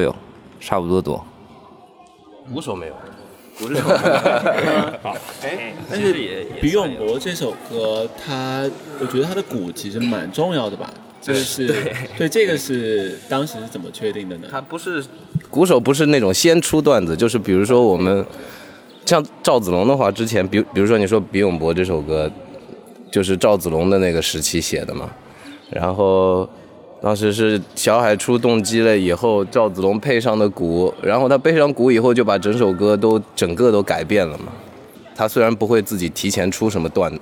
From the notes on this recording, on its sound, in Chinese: 2021年6月5日北京疆近酒现场录音